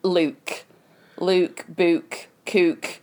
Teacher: So if you very much so, Stoke, they use the sort of oo of the Liverpudlian accent on a double O. So instead of look, it's Luke, Book, Cook.